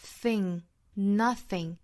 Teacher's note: Love is now or never, bring me far away.首先我们来看第一句话， They say nothing lasts forever.那我们首先注意这个 nothing,包括前面的这个 they,我们说单词里面看到 th,就要把舌头伸到口腔的外部，然后去摩擦上排牙齿，发这个 th 或者是 th。那后面这个 nothing,它是一个清辅音，所以舌头伸出来之后 th 发完呢，去发后面的一个元音了